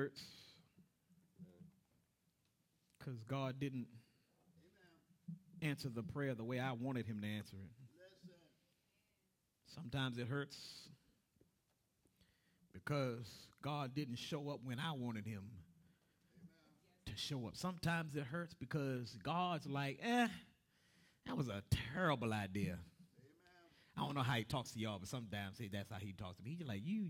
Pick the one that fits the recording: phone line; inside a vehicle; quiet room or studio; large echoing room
large echoing room